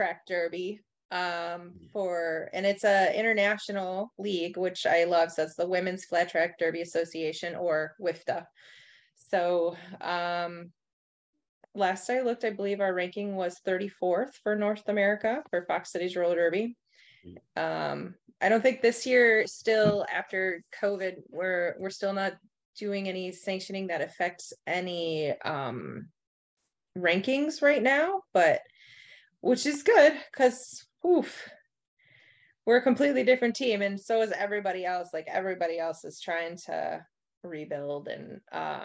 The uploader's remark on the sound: In Raleigh, NC and Appleton, WI on Zoom.